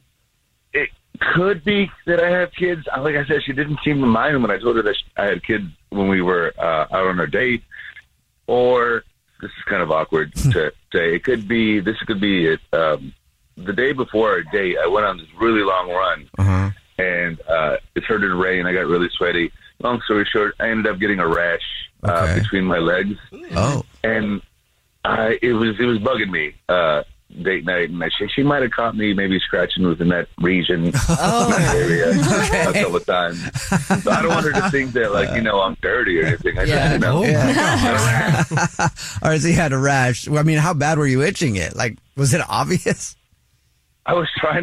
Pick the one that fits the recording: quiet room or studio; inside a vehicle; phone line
phone line